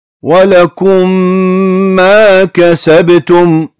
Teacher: ميم متحركة دخلت على ميم ساكنة إدغام المثلين صارت ميم مشددة واحدة مع غنة · Term: إدغام المثلين الصغير